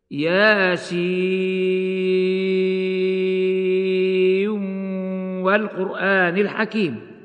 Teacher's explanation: إدغام نون ياسين في الواو مع بقاء الغنة